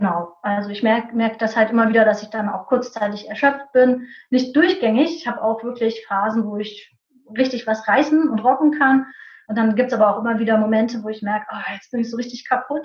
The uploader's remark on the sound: Live Online Coaching. Mäuschen spielen in einem Live Coaching?